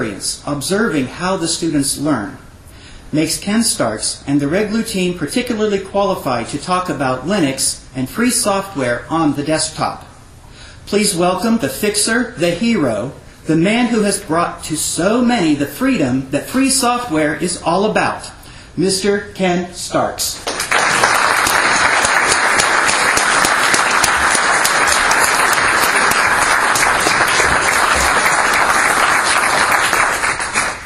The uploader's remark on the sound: the closing keynote at Ohio LinuxFest 2014 on 10/25/14